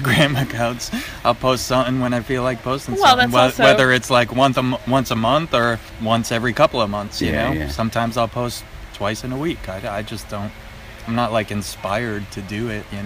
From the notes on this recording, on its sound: Both interviews were recorded in the woods